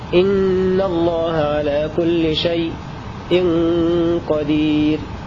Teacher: يسكت خلف على الياء الساكنة في لفظ شيء وشيئا وصلا · Term: السكت